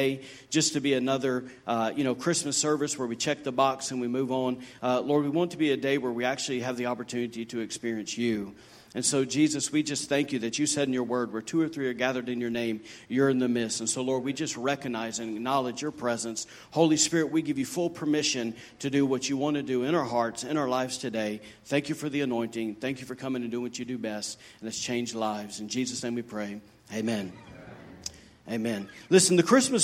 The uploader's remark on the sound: recorded on Sunday, December 23, 2018, during service at The Anchor Church in Rockport, Maine.